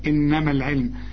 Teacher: شبكنا الميم مع اللام